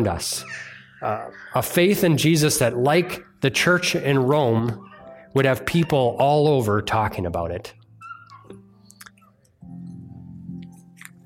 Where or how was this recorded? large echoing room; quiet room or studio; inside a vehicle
large echoing room